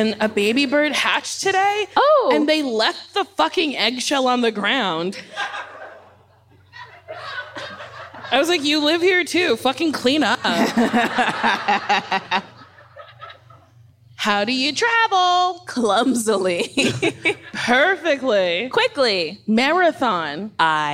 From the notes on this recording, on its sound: We’re live from the Netflix Is A Joke festival. Lots of wonderful questions from our audience!